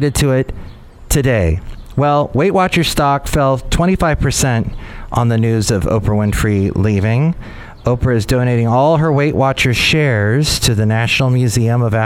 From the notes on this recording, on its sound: podcasts live from Café Anyway